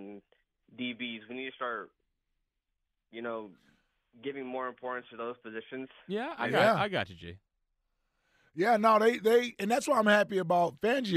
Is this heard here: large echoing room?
no